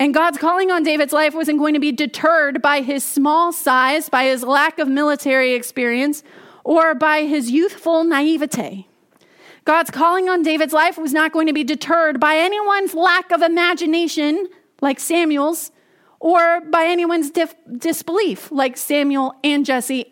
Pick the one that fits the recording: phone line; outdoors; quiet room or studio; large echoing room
large echoing room